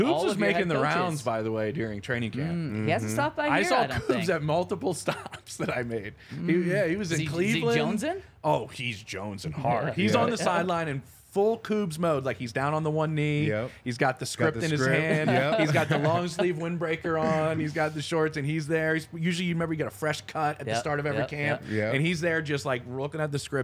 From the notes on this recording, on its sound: coming to you LIVE from the DNVR Bar